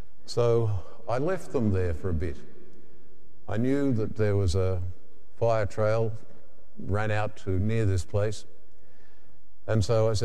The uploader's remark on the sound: The homily from Sacred Heart Cathedral, Hamilton